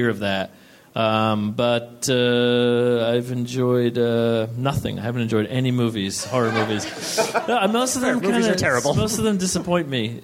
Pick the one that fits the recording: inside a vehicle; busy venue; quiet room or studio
busy venue